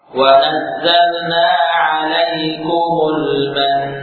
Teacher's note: menampakkan tasydid nun ketika bertasydid lalu kita wakafkan, ataupun mim, maka gunnahnya adalah gunnah yang sempurna atau paling sempurna